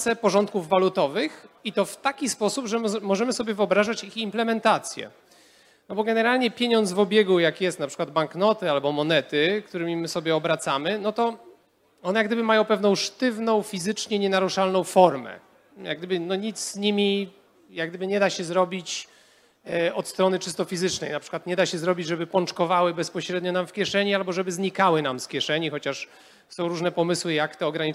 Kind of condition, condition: setting, live audience